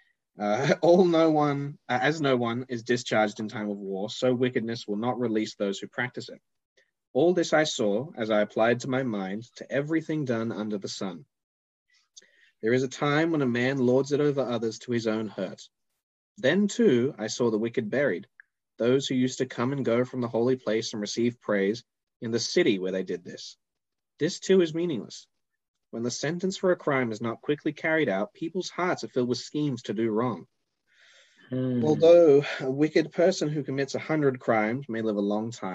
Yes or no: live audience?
no